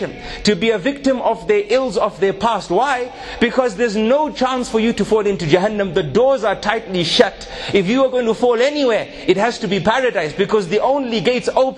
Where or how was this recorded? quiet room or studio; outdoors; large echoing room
large echoing room